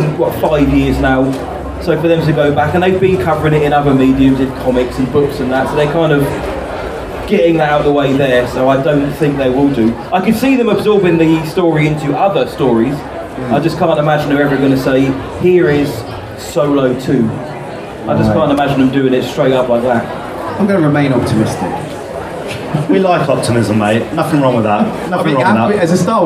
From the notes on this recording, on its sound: LIVE Sessions from Portsmouth Comic Con 2023. Ended with a LIVE quiz from the event's main stage!